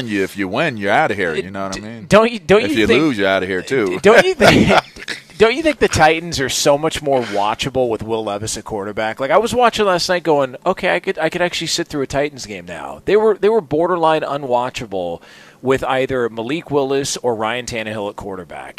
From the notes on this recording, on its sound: LIVE from Santa Anita Park for the Breeder's Cup